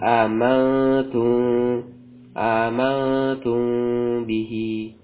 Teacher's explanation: mim sukun bertemu dengan ba tanpa merapatkan bibir, ya, tanpa merapatkan bibir. · Term: ikhfa syafawi